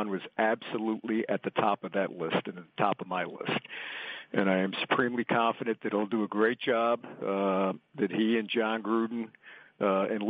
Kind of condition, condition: link, phone line